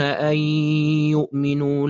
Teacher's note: إدغام بغنة يا سيدي، 50% من الفم و50% من الخشم